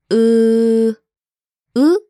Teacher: U is the back, unrounded and high vowel. It's written like the uppercase first letter of island, and the sound corresponds to the a in that same word.